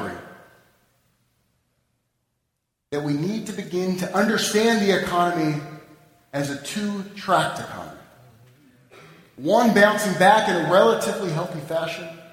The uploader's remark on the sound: Delivered at the Annual Third Baptist - Emanu-El Interfaith MLK Service on 1-16-11